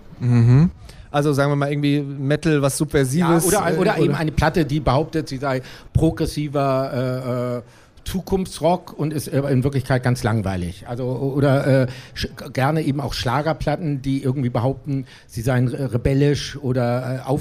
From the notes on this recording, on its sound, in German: auf dem Pop-Kultur-Festival 2019 gesprochen